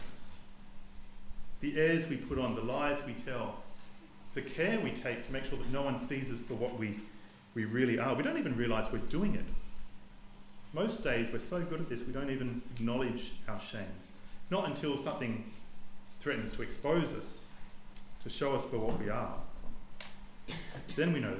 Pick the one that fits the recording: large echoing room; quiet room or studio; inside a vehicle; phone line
large echoing room